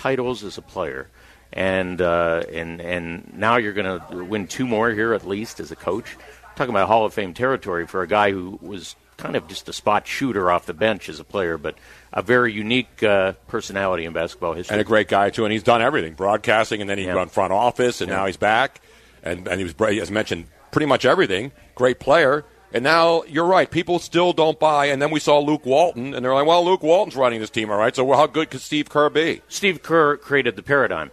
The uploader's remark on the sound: live from the #YahooSportsRadio Final Four Friday night party at Stately Gow Manor in Houston!